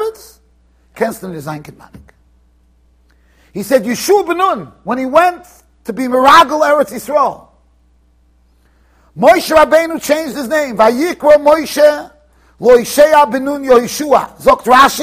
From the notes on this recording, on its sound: Shiur recorded in Yeshivas Ohr Reuven, Monsey NY.